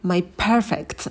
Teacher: My perfect. Мы my произносим потише, подпрыгиваем на слове perfect. Не забывайте про придыхание на p.